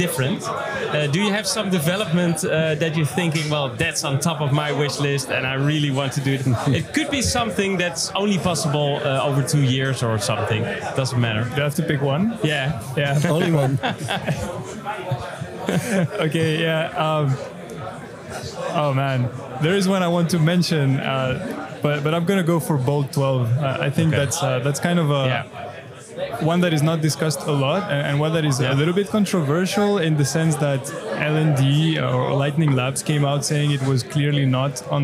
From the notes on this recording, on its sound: United Kingdom & The Netherlands. Interview live from Bitcoin Amsterdam Conference 2022.